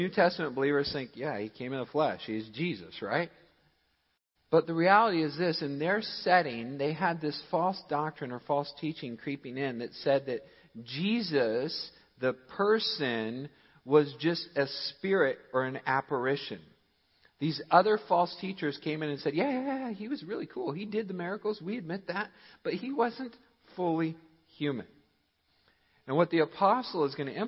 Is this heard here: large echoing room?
yes